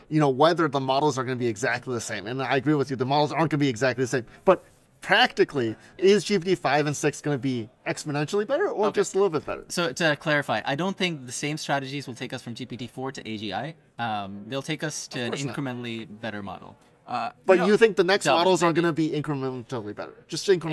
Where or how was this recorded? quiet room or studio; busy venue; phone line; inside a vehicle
busy venue